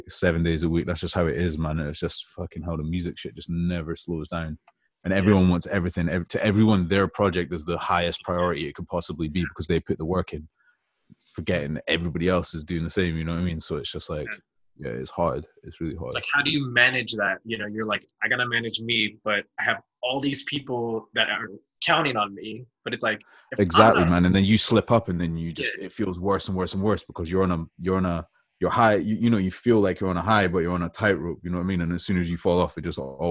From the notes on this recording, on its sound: I honestly didn't wanna hop off the zoom call with him.